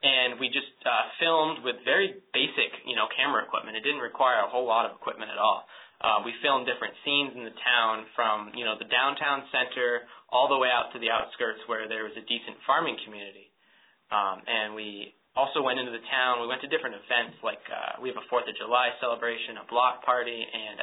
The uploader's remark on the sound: On this call recording